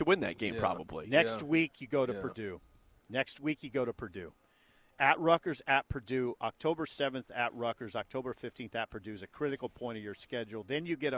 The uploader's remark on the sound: Big Ten Media Day live from Indianapolis. 93.7 The Ticket's coverage of 2022 B1G Media Days at Lucas Oil Stadium in Indianapolis.